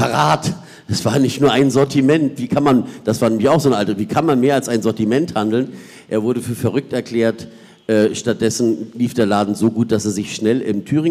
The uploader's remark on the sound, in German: Die als Live-Podcast in den Räumen der Zentralen Landesbibliothek stattgefunden hat.